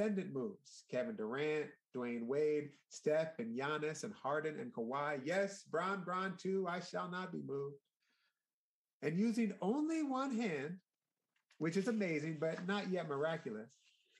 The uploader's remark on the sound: A question-and-answer and discussion session follows. Recorded live via Zoom.